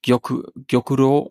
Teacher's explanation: Aber es ist eher eine Art Rollen. Also das Rollen, nicht ein hartes Rollen, aber ein weiches Rollen, ist meistens sehr viel näher dran an der korrekten japanischen Aussprache